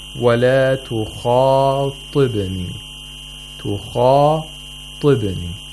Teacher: we have a kha at the highest level of tafkhim. And then ta. We have a ta at the lowest level of tafkhim. And this is very difficult, especially the ta.